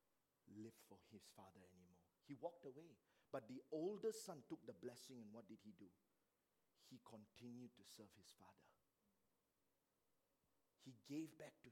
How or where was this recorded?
large echoing room